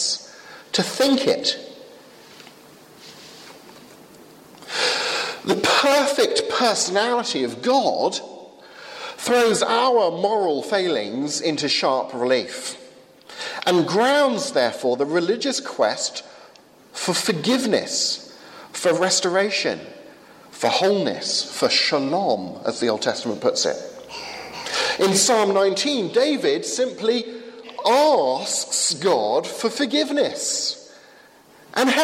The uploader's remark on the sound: from the 11 am service at Highfield Church Southampton, August 16th 2015